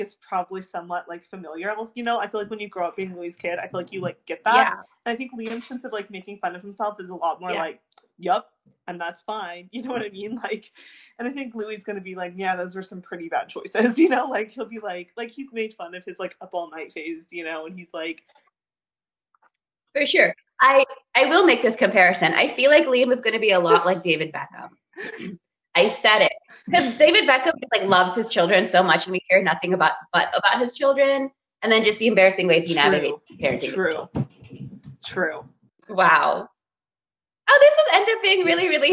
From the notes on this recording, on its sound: We would apologize for any technical glitches